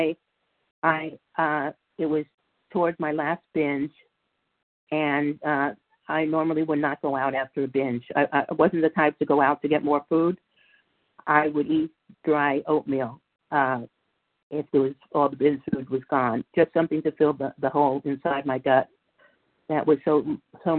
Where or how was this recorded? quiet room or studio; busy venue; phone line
phone line